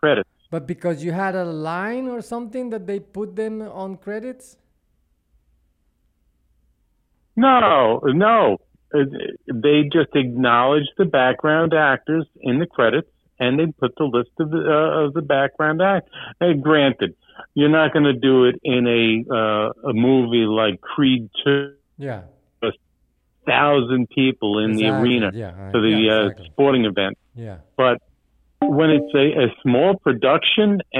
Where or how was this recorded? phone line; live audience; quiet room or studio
phone line